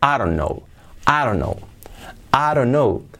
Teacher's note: Y la T de don't final no la pronunciamos.